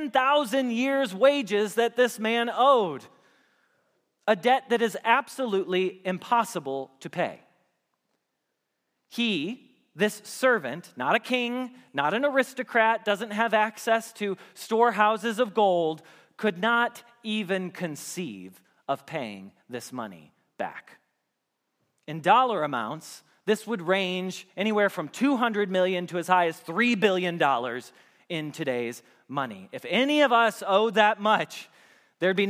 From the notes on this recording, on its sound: Message Preached at Valley Creek Church